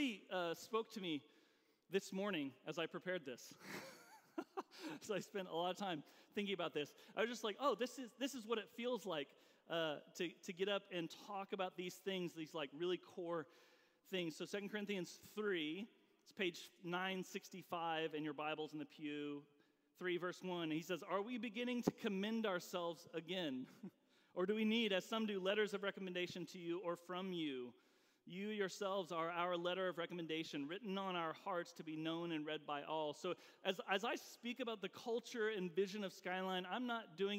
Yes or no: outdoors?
no